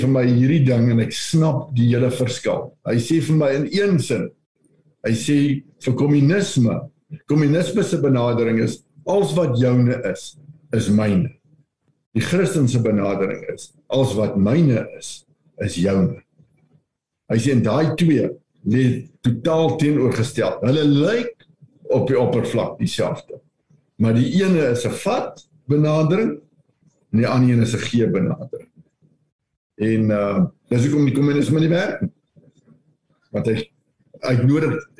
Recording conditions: video call